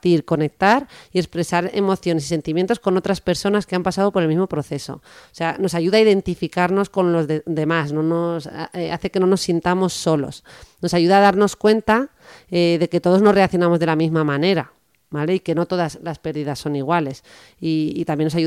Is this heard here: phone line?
no